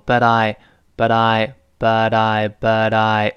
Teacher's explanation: but 跟 I 连读加浊化